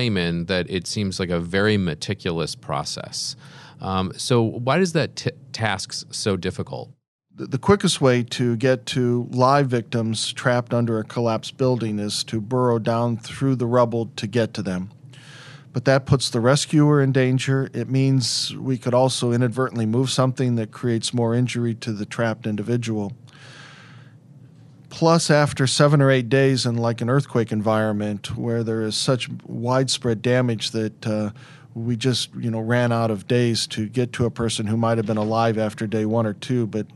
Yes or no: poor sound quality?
no